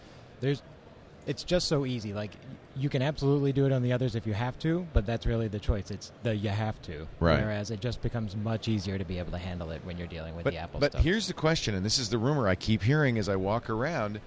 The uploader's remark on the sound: Live from NAB Show 2011